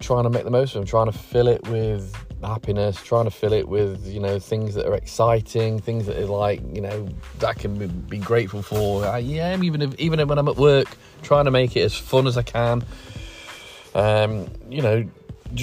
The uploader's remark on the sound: out in the car